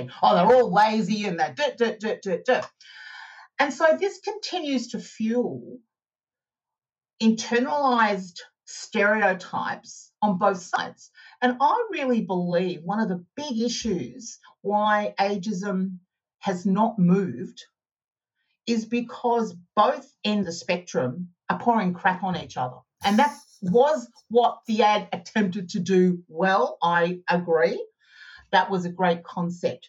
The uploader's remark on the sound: Recorded on RiversideFM and edited, mixed and managed by JML Audio.